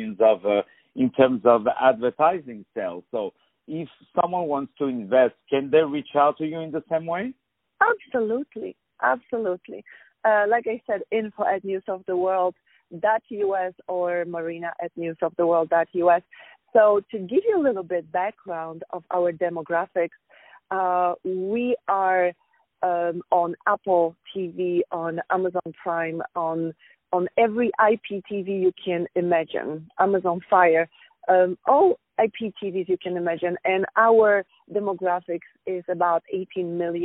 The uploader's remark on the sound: On the phone